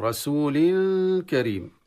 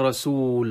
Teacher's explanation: حذفنا التنوين، ثم ماذا؟ أسكننا اللام، ثم ماذا؟ مدينا في الواو أكثر · Shown in: second take · Term: الوقف على التنوين المكسور